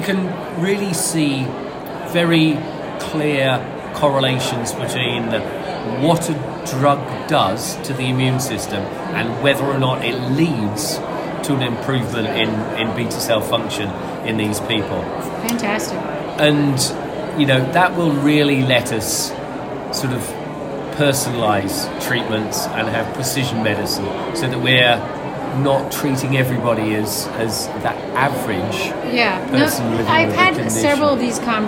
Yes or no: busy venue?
yes